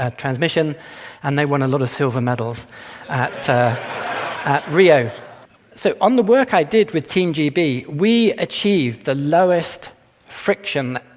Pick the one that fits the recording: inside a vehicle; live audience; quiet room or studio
live audience